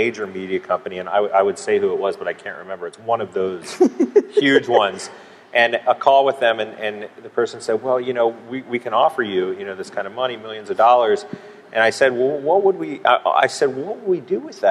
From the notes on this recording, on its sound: I interviewed at the XOXO conference and festival. The folks who videotaped throughout XOXO 2012 and 2013, for providing the high-quality audio file.